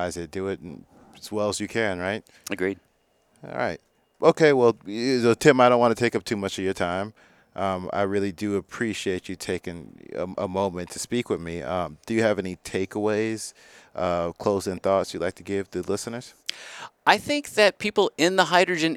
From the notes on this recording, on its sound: we're live at the Hydrogen Americas Summit